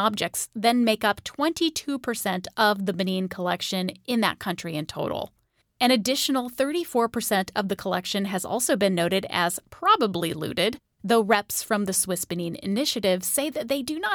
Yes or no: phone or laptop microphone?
no